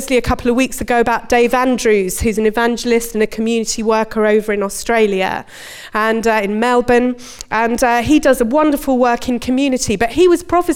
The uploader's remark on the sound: Recorded at Bournville gathering